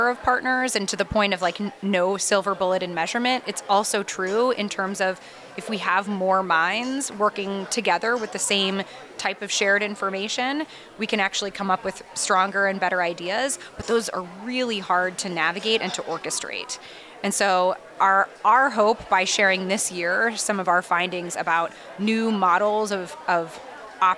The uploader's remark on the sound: Recorded live at Advertising Week New York 2023.